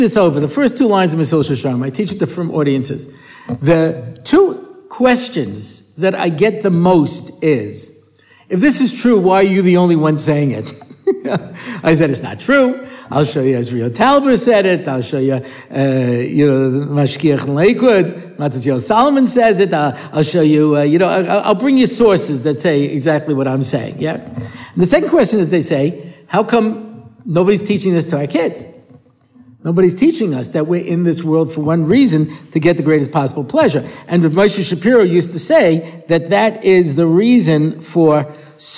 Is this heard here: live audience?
yes